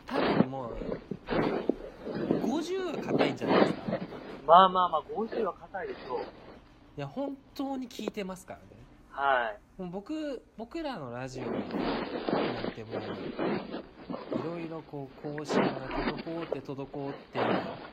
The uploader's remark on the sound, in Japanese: 雑音がえげつないですが